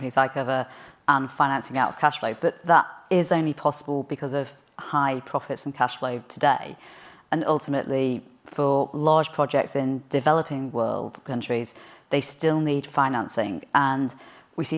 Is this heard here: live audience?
yes